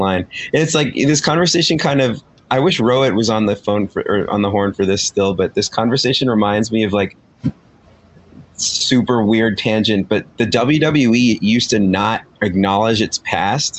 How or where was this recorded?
video call